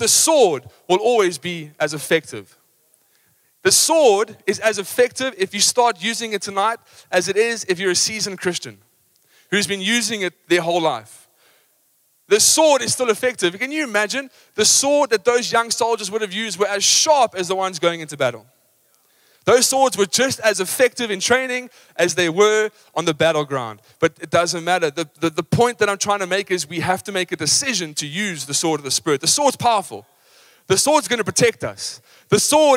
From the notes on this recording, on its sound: Recorded live on Sunday the 15th October 2023